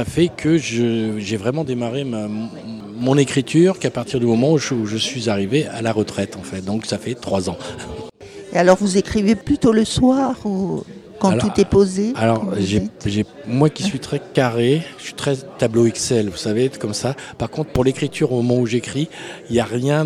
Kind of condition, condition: setting, busy venue